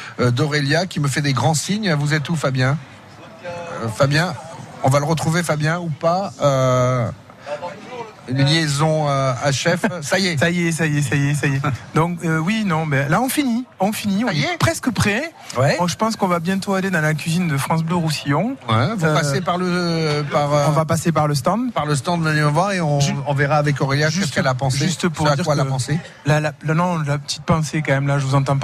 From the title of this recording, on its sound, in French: En direct de la Fête des Marchés Place de la République à Perpignan